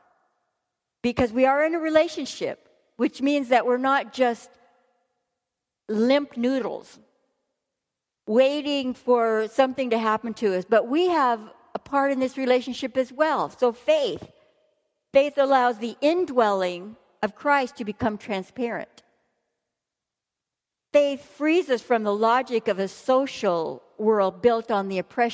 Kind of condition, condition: setting, live audience